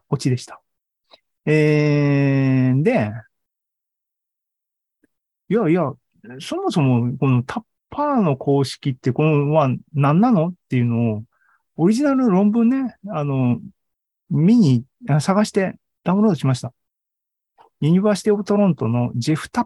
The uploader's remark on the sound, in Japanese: ２０２２年１０月２６日に開催した ZOOMライブの模様です